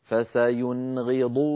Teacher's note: نون ساكنة بعدها غين لا زيادة في زمن النون · Term: إظهار